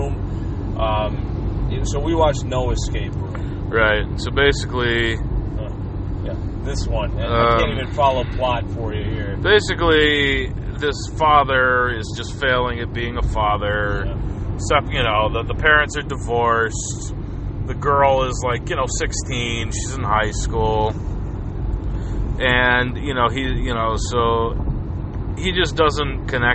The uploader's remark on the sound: road trip edition